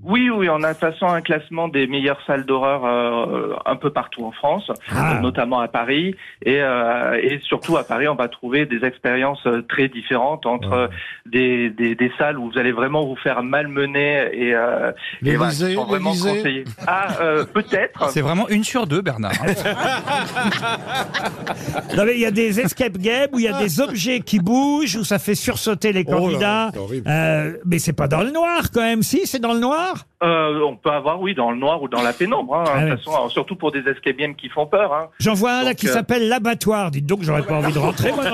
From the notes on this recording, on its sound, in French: au téléphone des Grosses Têtes